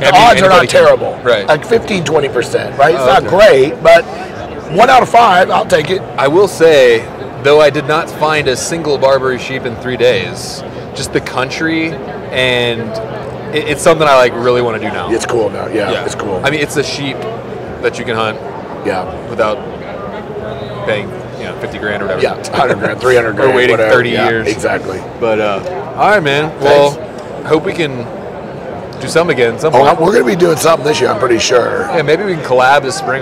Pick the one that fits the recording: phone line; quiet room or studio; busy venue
busy venue